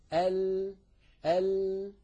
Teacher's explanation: فينحرف بعض الصوت عن يمين اللسان، عن يمين الحافة، وبعضه عن يسار الحافة، ثم يتابع الهواء طريقه إلى الخارج. اليمين واليسار منطقة الضاد لا تلامس شيئا، فقط التلامس هنا أدنى الحافة إلى منتهاها، هذا هو مكان اللام.